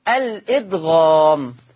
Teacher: ولورش أيضا الإدغام، إدغام الهاء في الهاء